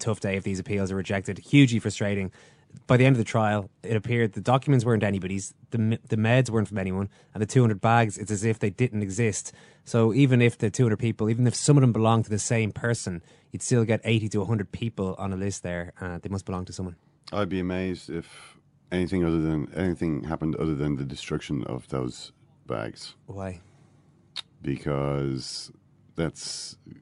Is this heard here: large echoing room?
no